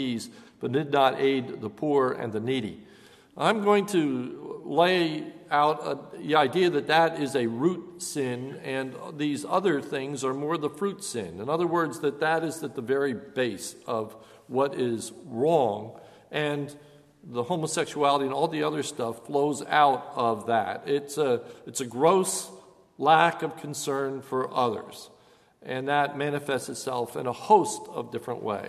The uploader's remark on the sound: This is a sermon recorded at Lebanon Bible Fellowship Church on 9/20/2015 during the evening service